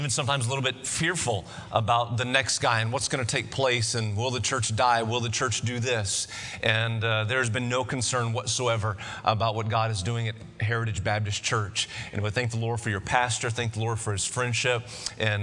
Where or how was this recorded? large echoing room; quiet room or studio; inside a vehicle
large echoing room